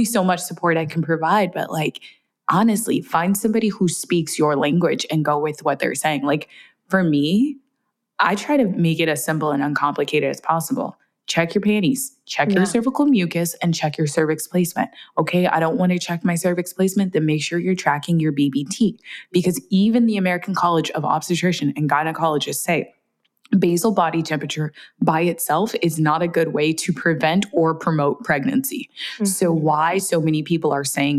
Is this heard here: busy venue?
no